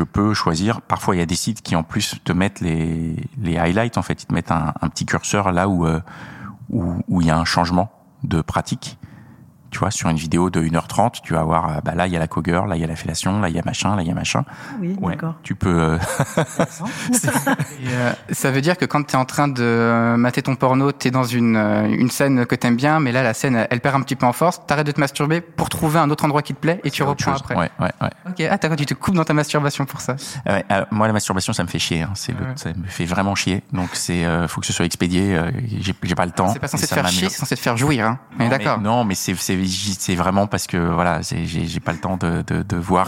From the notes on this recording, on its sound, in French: Enregistré au Jocelyne, sans ingénieur du son, j'ai fait de mon mieux !